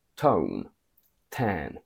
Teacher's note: In American, you have a full T when T appears at the beginning of a word.